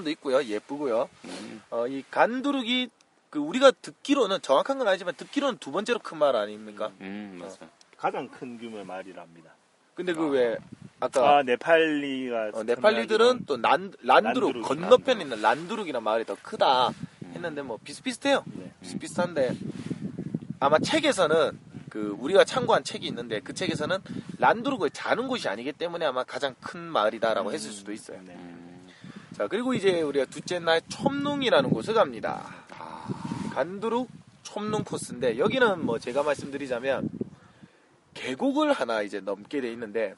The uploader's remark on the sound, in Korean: 이번 방송은 네팔 히말라야의 오스트레일리안캠프에서 녹음기로 녹음되었습니다.